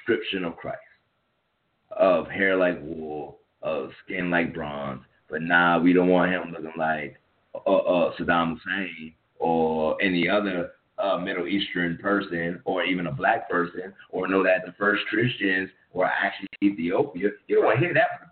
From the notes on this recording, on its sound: take your calls live